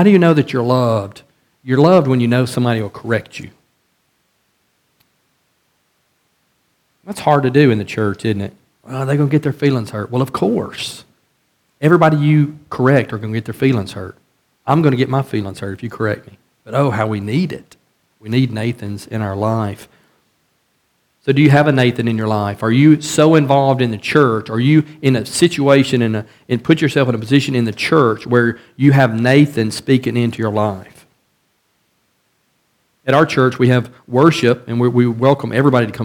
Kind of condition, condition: setting, large echoing room